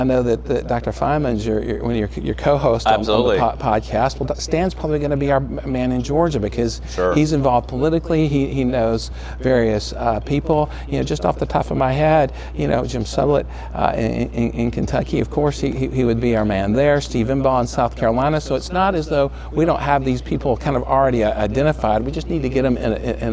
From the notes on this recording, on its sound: At the 2019 ACAAI Annual Meeting in Houston, Texas we interviewed the leaders of the College